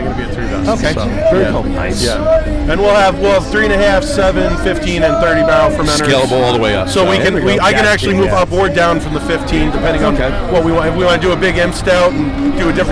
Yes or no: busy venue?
yes